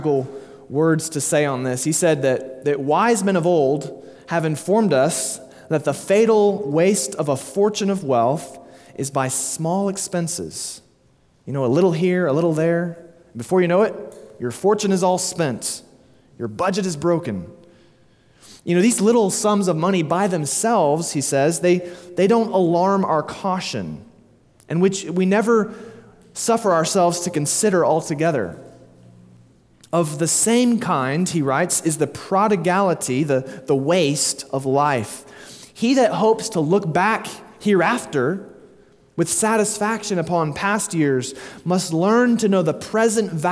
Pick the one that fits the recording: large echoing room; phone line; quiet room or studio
large echoing room